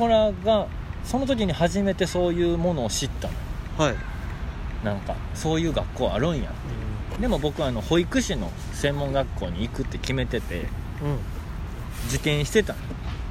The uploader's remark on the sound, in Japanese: 大阪。公園収録。